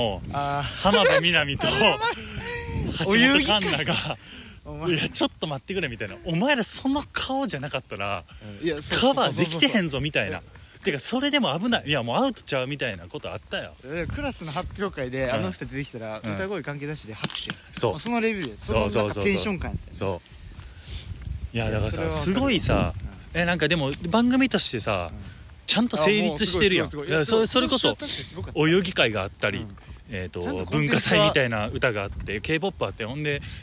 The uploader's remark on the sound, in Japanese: 僕らは地元が一緒でして、今年は帰省の日も被っていたため、新年明けたて、路上収録しました。